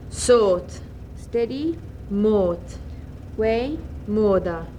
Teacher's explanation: Short and long, mid, back, rounded vowels